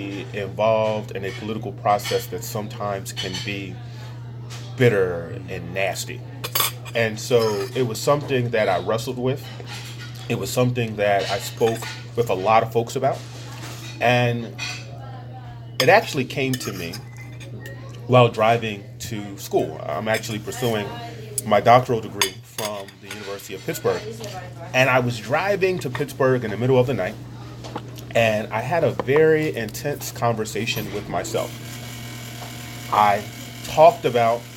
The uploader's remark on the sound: over a meal at Pat's Diner